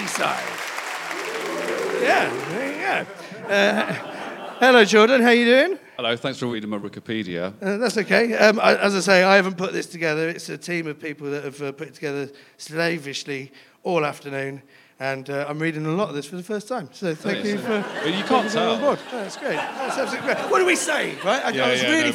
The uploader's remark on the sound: recorded in front of a live audience